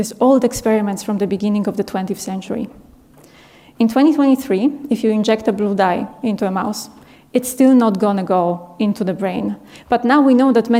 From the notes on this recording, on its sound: This talk was filmed and recorded in March 2023 at the Paris Talks Ideas Festival at the Bibliothèque Nationale de France in Paris (France).